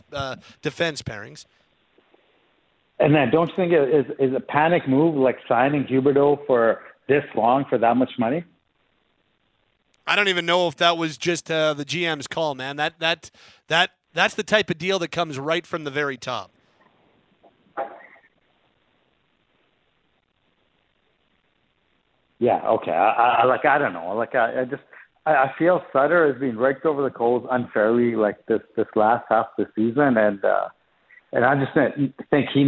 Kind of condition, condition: link, phone line